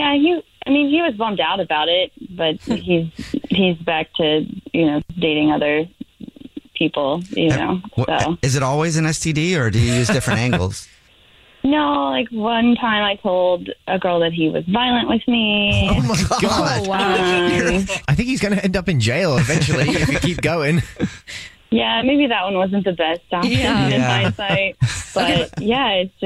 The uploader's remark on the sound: there is a woman on the phone